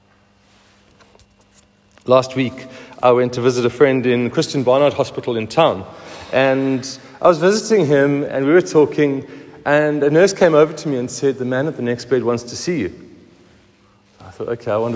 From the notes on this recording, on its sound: Recorded at the 7:45am service on Sunday 16th July 2023